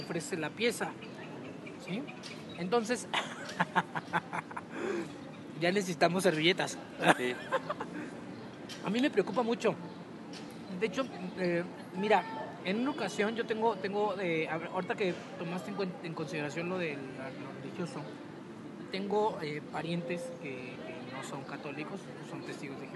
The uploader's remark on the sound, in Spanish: En esta ocasión grabamos en el Bosque Cuauhtémoc por lo que escucharás el ruido de la ciudad de Morelia